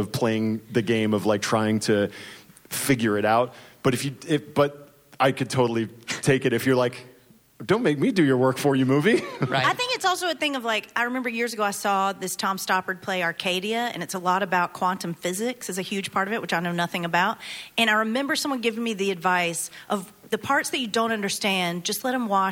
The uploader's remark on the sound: LIVE at UCB LA. Our first live show! Taped live at UCB Sunset in Los Angeles.